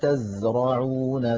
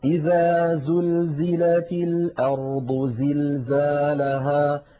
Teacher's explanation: والصفير يا إخوتي صفة قوة تعطي الحرف قوة، فلما نقول قال تزرعون سبع سين نجد من حرف الزاي واضح صوته واضح، والله عزيز حكيم إذا زلزلت الأرض زلزالها، نجد بأن حرف الزاي دائما يقرع السمع بقوة لما فيه من صفة الصفير